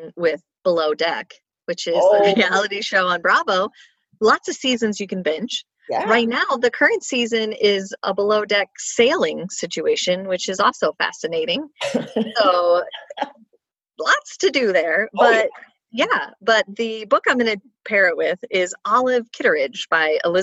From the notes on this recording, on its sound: got on a Zoom call and recorded the second part of our special Quarantine edition of Broads and Books